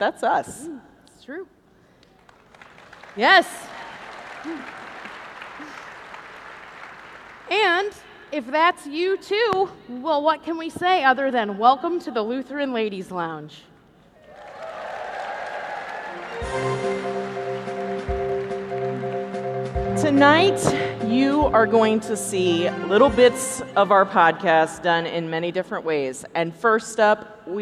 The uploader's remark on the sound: LIVE from the 2023 LWML National Convention. Presenting a live stage show version of their podcast as the Saturday night entertainment at the LWML National Convention in Milwaukee, Wisconsin.